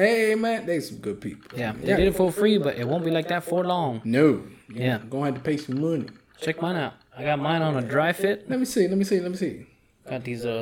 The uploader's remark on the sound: fully unedited and a weird echo